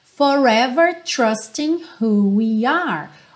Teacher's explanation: O G do ING não soa ali do trusting, certo? A gente termina nesse som de N.